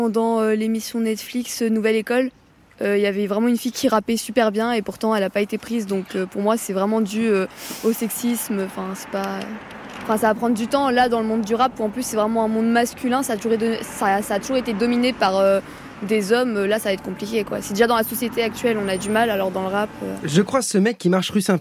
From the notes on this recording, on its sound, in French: Le micro-trottoir en Normandie ce lundi pour ZoomZoomZen.